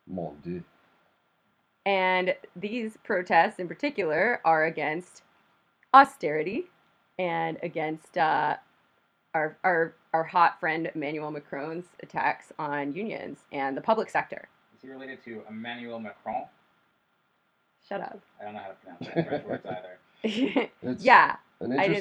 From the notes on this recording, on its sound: Sorry for the poor sound quality. Our new set-up sounds more DIY than we'd like it.